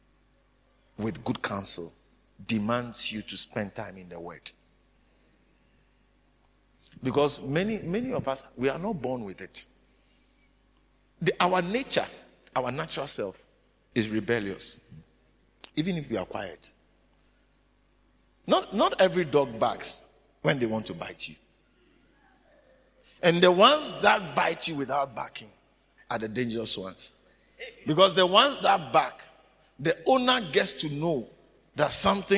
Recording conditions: large echoing room